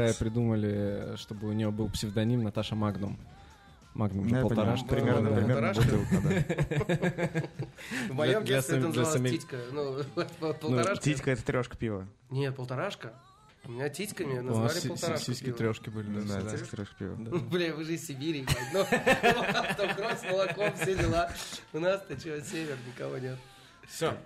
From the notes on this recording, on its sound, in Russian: Это очередной выпуск, записанный во время SPBCW 2023.